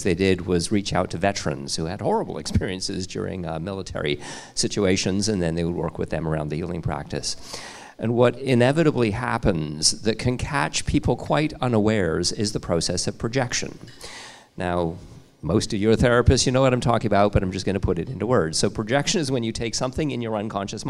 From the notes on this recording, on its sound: This episode features audio from a live panel conversation that took place at a Flying Sage Expansion Seminar event on November 21st in Vancouver, BC.